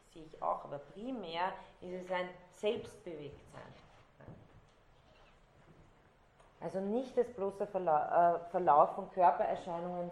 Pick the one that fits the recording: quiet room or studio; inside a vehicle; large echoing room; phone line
large echoing room